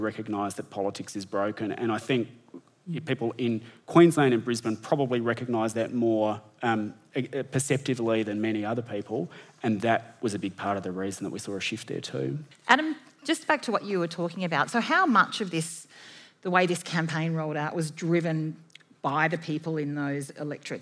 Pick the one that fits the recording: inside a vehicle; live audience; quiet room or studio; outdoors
live audience